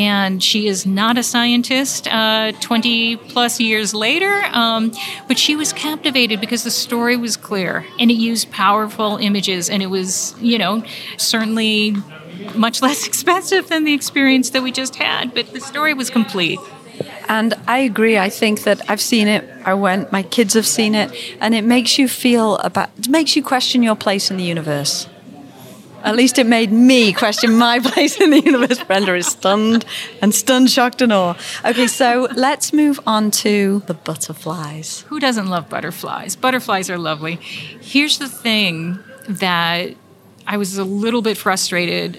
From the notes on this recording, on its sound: Coming to you live from the American Museum of Natural History. As they explore the new Gilder Center. Their on-site visit.